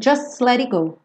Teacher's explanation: Just do S já vai direto pro let